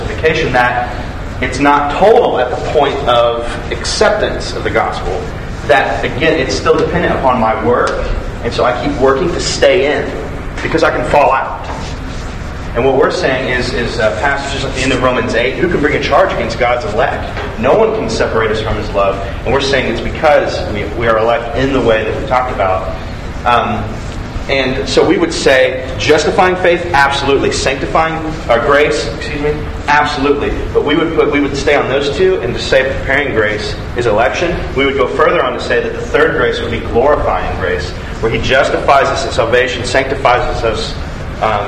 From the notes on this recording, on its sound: This was a live Q&A done at City of God